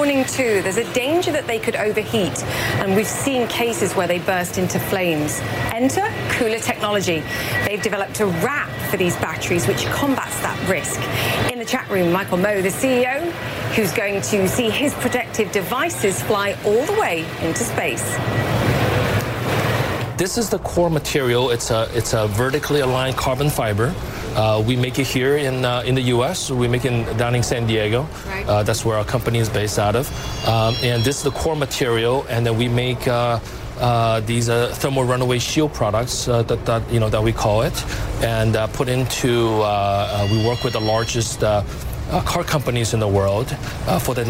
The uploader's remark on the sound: live from the New York Stock Exchange